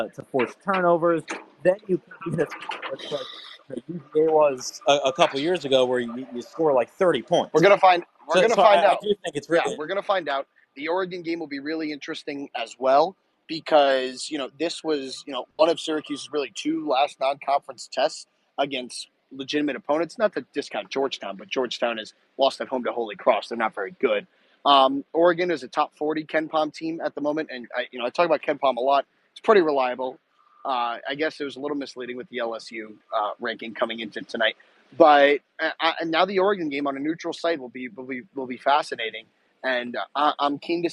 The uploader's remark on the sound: postgame press conference